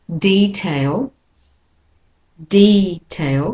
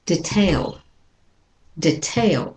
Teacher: So the first syllable has the most stress. · Shown in: first take · Second one is a secondary stress.